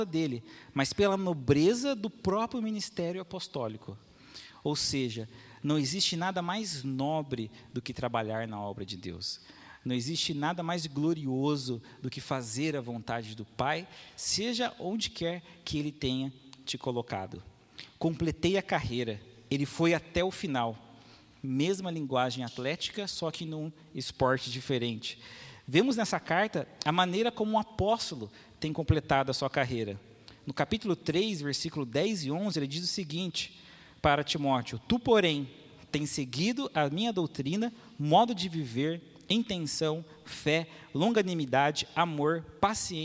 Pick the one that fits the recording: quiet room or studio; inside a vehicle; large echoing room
large echoing room